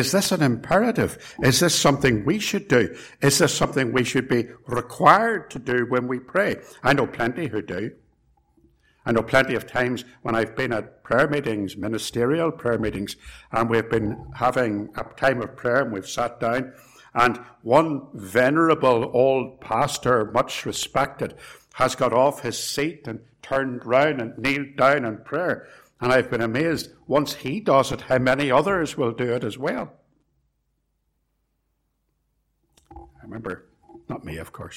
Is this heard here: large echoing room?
yes